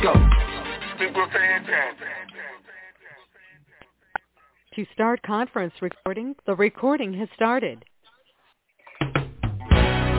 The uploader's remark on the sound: TNTSuperfantastic Conference Call